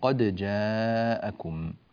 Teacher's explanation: ننبه إلى أن الدال هنا مظهرة عند الجيم، لا نقول قد جاءكم وإنما قد جاءكم.